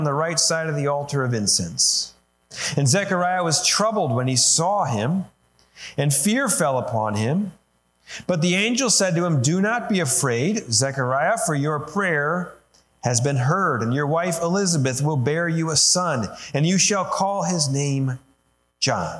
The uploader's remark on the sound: Sermon recorded live at Holland FMC, located in Holland, Ohio, USA.